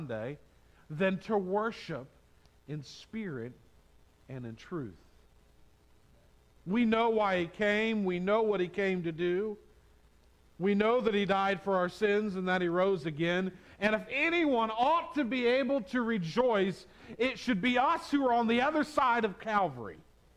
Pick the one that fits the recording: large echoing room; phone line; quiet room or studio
large echoing room